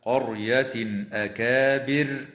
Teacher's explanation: ويظهر التنوين عند الهمزة في قوله تعالى: قرية أكابر